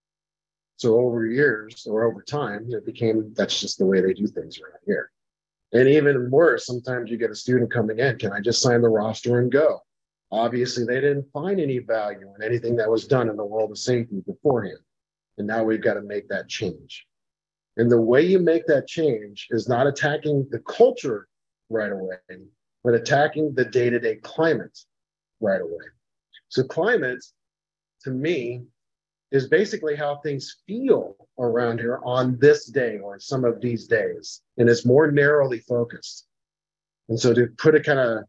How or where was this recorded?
video call